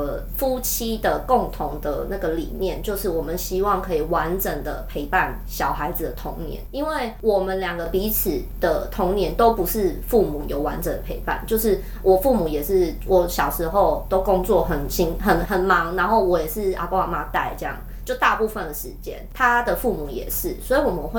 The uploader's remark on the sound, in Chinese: 但很抱歉，這次的錄音品質聽起來應該沒有前幾集好，因為我們常用的錄音室，那天敲不到租借時間。